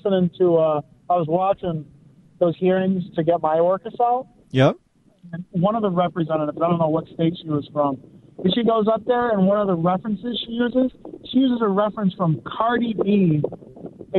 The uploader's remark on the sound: we take phone calls - for the entire hour!